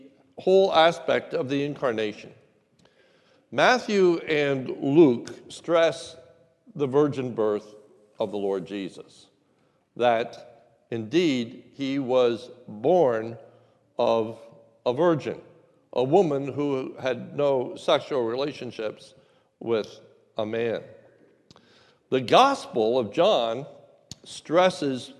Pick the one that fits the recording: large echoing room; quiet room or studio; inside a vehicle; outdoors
large echoing room